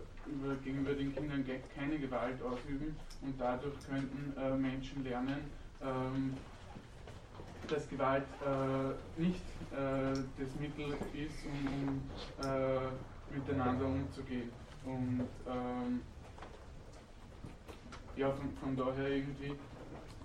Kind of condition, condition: setting, large echoing room